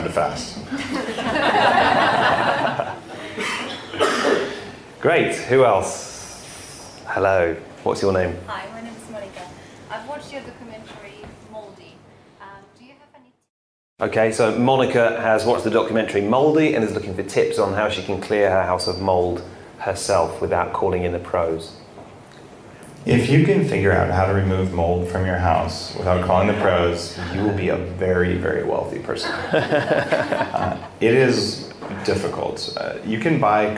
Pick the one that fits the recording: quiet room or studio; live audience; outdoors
live audience